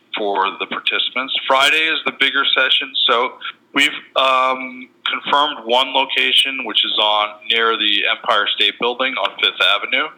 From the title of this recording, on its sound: Medical Innovation Summit Q&A Conference Call